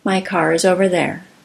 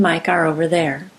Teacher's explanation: the puff of the K in the phrase with car is bigger · Shown in: first take · Other than that, the vowels on both sides of the K sound are blended to and from the K.